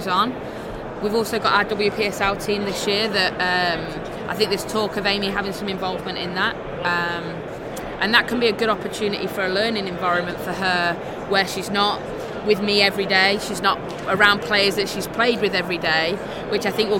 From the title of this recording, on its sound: Live from the 2019 USC Convention